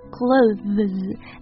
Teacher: 它其实是 th 发了一个浊辅音 z，然后呢后面的 es 是一个 plural form，所以它就读一个 z，连起来就是 clothes，但是呢它在读的特别快的时候，就是我们日常交流的时候啊，你直接把它发成 clothes 就好了。